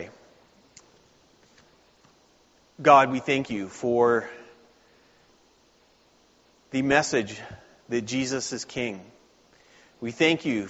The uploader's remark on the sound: Please note the video and audio contain the entire service and not just the sermon.